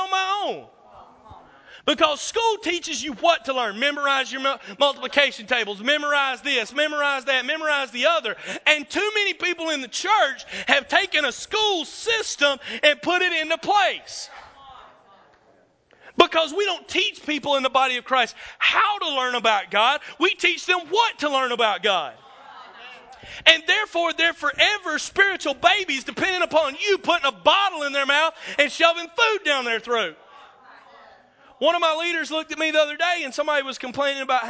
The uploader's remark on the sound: This is a session I did from a ministers’ conference in 2009.